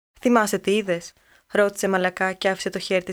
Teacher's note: ses voyelles qui sont toutes orales et presque toutes antérieures et ouvertes. Sur cette lumière souffle la douce brise de ses fricatives sonores, les vita, Rama et Delta, issus des anciennes occlusives Beta, Gamma et Delta.